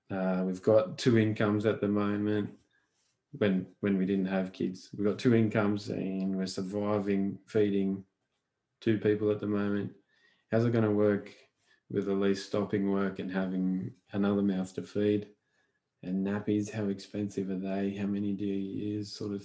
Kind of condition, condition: link, video call